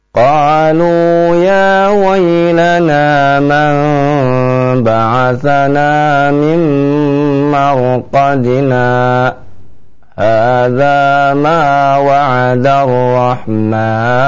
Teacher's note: sakta itu bacaan terhenti tapi hanya sebentar saja, sekitar 2 harokat, dan si qari, si pembaca ya, tidak mengambil nafas ya